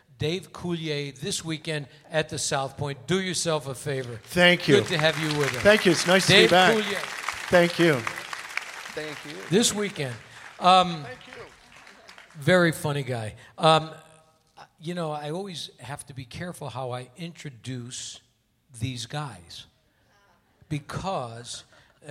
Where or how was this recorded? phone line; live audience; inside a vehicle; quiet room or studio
live audience